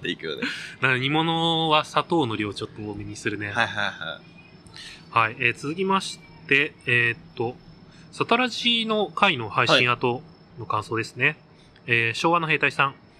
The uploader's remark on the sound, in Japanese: 今日は初の屋外収録でハッシュタグ回をお送りします。屋外なのにだいぶノイズを減らせたみたいです。